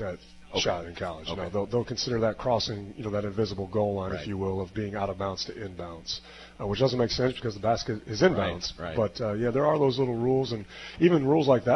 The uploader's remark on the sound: live from Wings etc!